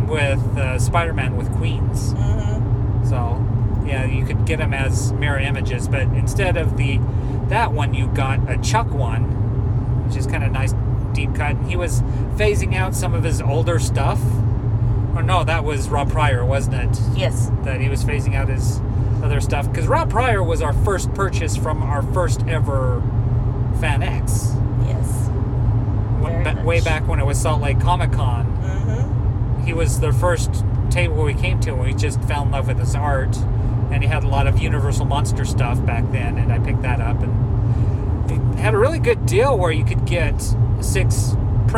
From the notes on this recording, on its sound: We record in the car during our trip to and From Salt Lake.